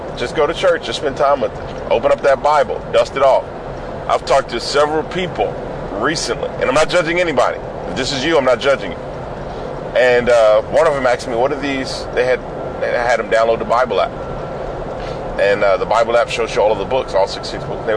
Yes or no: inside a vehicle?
yes